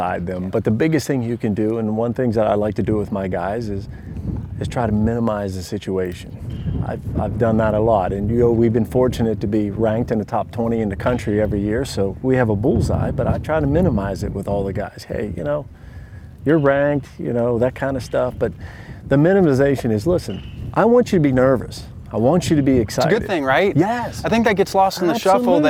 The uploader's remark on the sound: ABCA Member Coaches in Enid, Oklahoma and Cedar Rapids, Iowa. Interviews in this week's ABCA Podcast were recorded on the scene with ABCA member coaches at the NJCAA Div. II Championship in Enid, Oklahoma, and the NCAA Div.